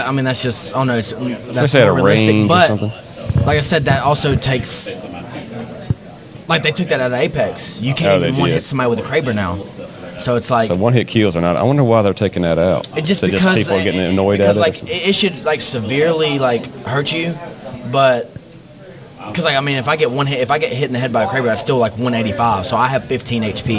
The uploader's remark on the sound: LIVE* MS Comic Con 23